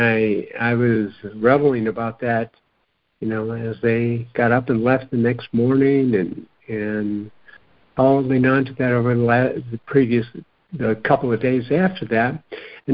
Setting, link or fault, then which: link, phone line